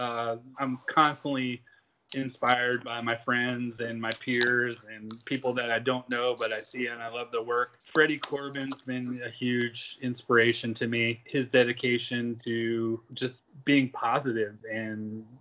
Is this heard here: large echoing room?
no